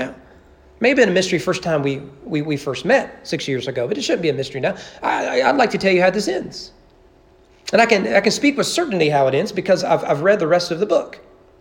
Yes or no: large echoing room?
yes